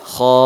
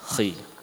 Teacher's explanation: tingkatannya lebih kuat saat kha-nya maftuh. Apalagi setelahnya ada alif · Term: tafkhim